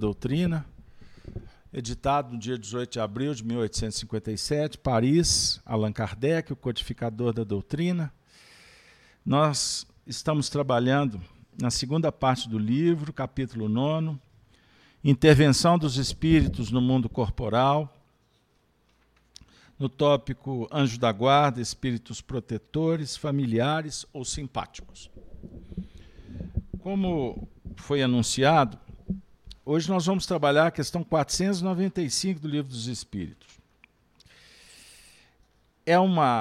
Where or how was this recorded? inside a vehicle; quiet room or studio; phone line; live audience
live audience